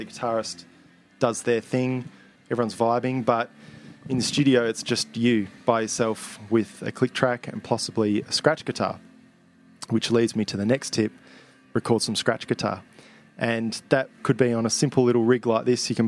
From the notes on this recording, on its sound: This is the recording from the first Claim The Throne Live Blodgecast held at The Hen House, Osborne Park. Joined by 6 local musos for a chat.